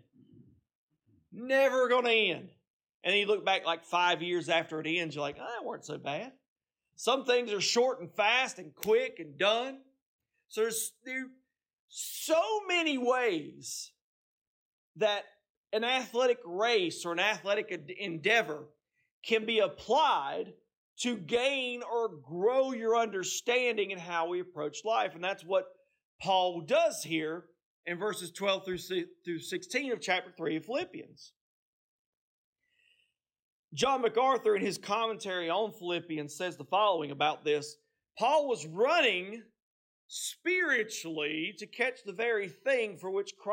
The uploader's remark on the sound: This message was preached on Sunday, November 19, 2023, at Seaboard Baptist Church in Seaboard, North Carolina.